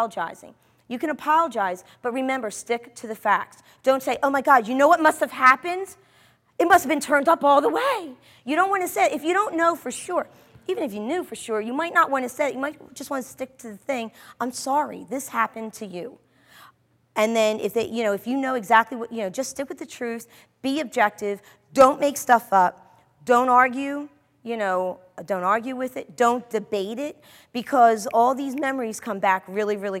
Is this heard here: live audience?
yes